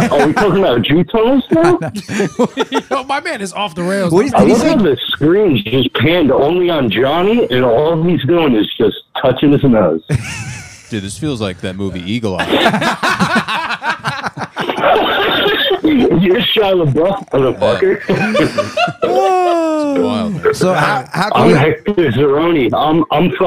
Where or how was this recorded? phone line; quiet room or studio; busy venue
phone line